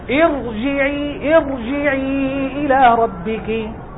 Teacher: ارتضى، لأن الكسر هنا همزة وصل غير أصلية، وهذه قاعدة، همزات الوصل عموما كسرتها غير أصلية فلا ترقق الراء، تبقى الراء مفخمة